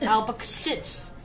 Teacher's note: You have to put more emphasis on the sis.